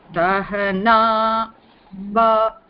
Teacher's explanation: so the na goes up. Sahana bhavatu, and then again the sa is down.